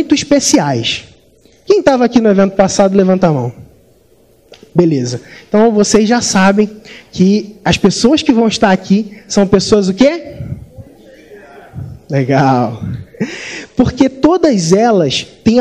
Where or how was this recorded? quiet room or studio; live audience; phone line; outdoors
live audience